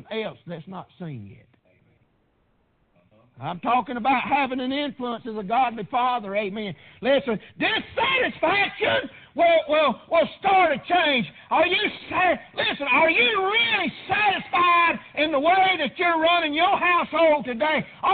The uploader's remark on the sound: Preached on Father's day at Prayer Baptist Church.